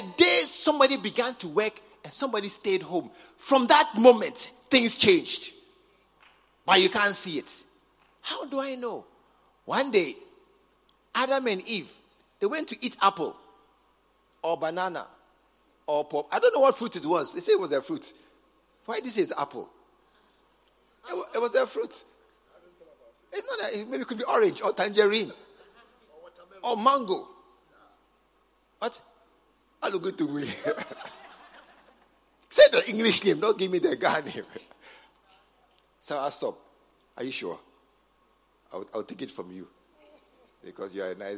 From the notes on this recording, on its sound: Preached at the True Vine Cathedral, Bantama